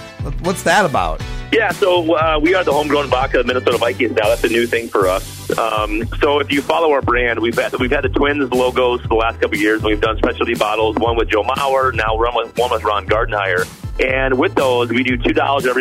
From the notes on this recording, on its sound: calls in to chat